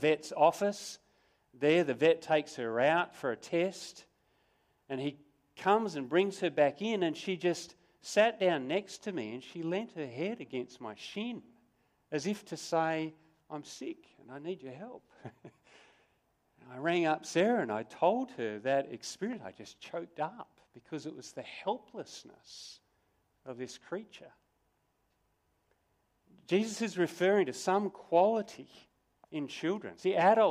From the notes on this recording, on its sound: Sermon recorded live from Morley Baptist Church